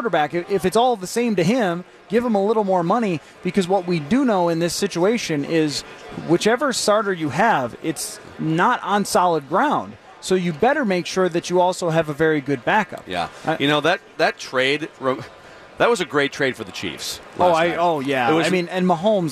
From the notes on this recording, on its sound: live from Radio Row all week